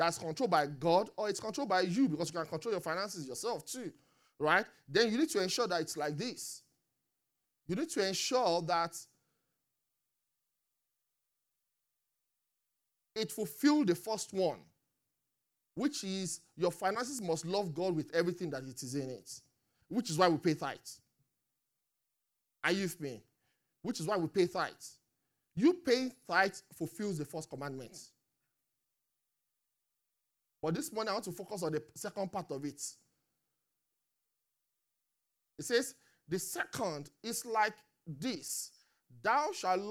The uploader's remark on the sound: Recorded live at Great Light Connections, Canary Wharf Campus.